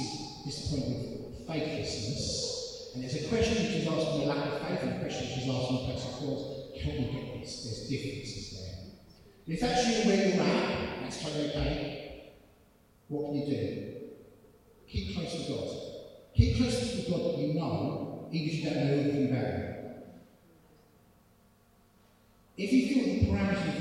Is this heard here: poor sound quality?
yes